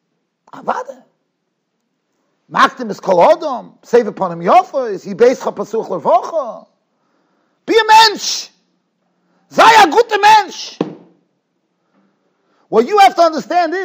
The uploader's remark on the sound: Shiur recorded in Yeshivas Ohr Reuven, Monsey NY.